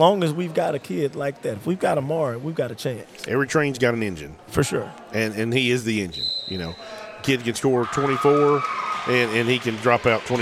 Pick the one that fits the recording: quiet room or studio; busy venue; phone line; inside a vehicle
busy venue